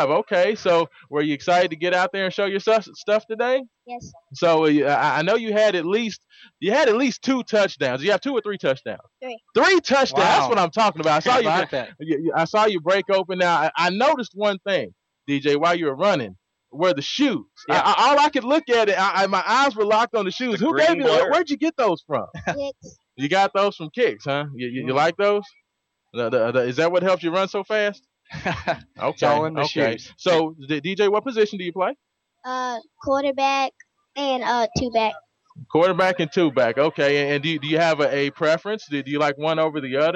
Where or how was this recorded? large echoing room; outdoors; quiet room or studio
outdoors